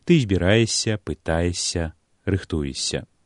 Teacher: Падоўжаны мяккі «с» абавязкова павінен выступаць пры вымаўленні дзеясловаў у форме другой асобы адзіночнага ліку.